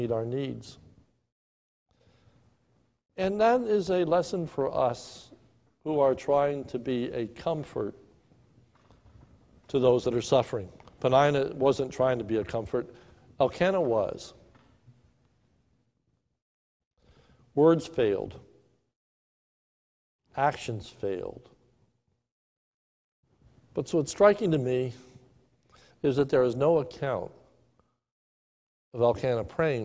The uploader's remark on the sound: recorded live at the Lebanon Bible Fellowship Church in Lebanon, PA on 6/7/2020 at 10:45am